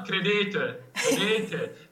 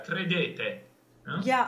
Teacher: Bisogna cantare l'ultima E un pochino aperta. · Shown in: second take